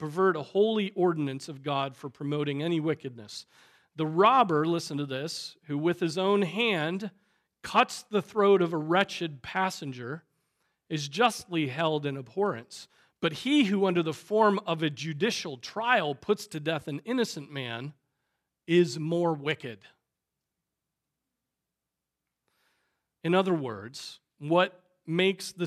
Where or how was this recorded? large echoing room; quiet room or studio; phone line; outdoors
large echoing room